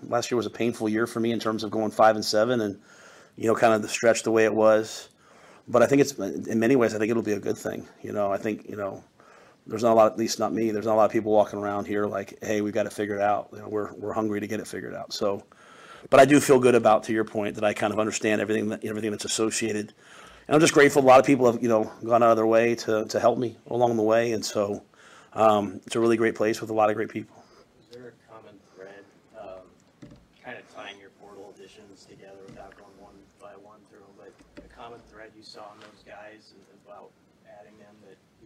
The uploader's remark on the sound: February Signing Day Press Conference (2/7/24)